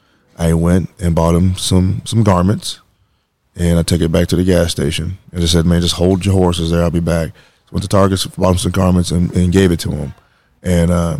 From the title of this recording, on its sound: Live from the 2023 NJJA Conference